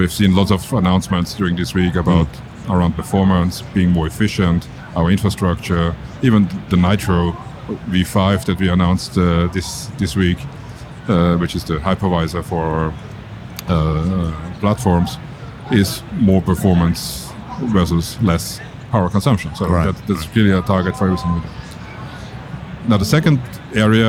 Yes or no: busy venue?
yes